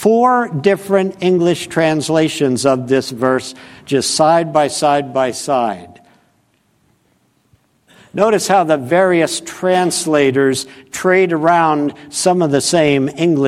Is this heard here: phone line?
no